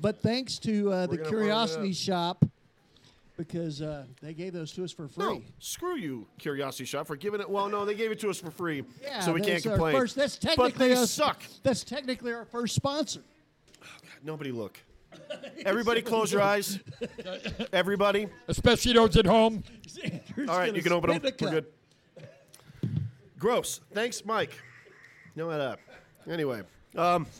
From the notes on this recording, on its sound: Fear and Loathing at Kingman Comic Con! (LIVE-ish Special!). Fried Rice Podcast goes live-ish at King-Con!